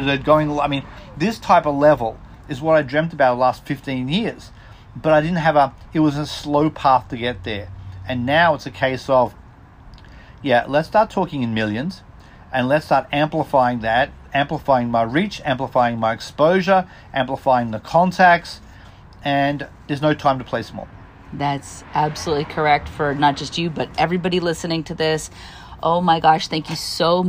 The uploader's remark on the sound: takes a moment on my front porch